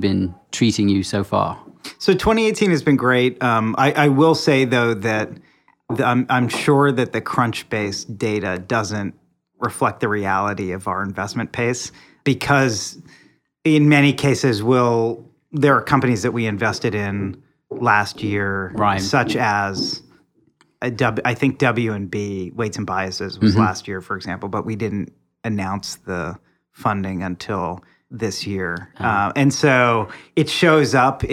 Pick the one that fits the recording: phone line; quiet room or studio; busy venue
quiet room or studio